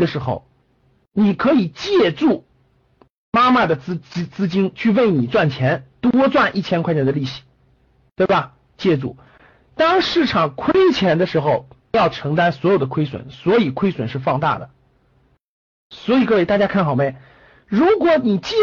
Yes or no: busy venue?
no